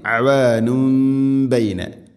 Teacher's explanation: തൻവീനിനെ മീമാക്കി മാറ്റി മണിച്ചുകൊണ്ട് ഉച്ചരിക്കണം. ഇഖ്ലാബ് എന്ന് പറയും.